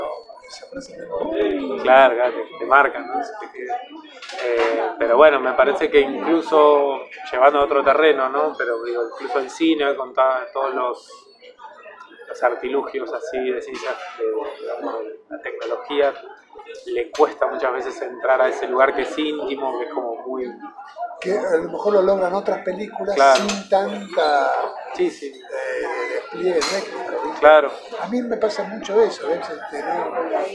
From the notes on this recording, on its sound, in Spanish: Disculpas anticipadas por el ruido de fondo, pero también se disfrutó mucho compartir un café con esta leyenda.